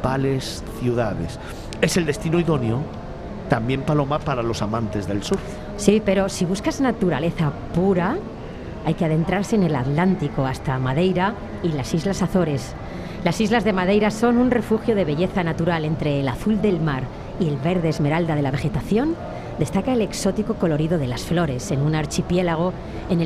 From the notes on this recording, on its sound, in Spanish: Desde la feria internacional de turismo del IFEMA de Madrid, FITUR2022, grabamos este especial FITUR.